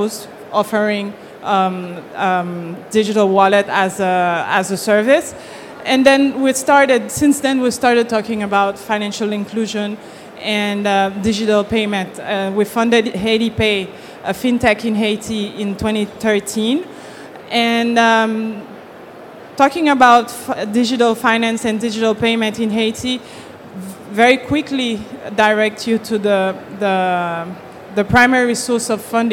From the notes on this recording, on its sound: This recording is from Fintech Nexus USA held at the Javits Center in New York City on May 10-11, 2023. From the Innovation Zone.